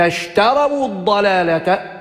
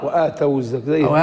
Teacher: وبقي ما يدل عليها وهي الفتحة، ثم حركنا واو الجماعة بالضم للتخلص من التقاء الساكنين